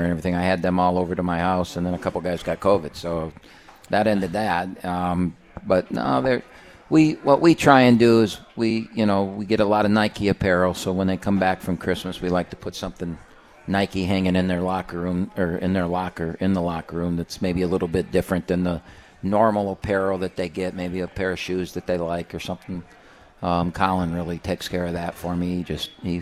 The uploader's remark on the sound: live from RJs Pub in Rochester Hills!